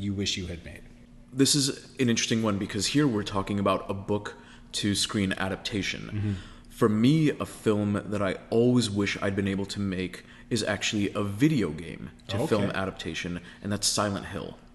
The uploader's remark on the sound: thanks to a mild change in venue, the audio of this episode comes with a bit of an echo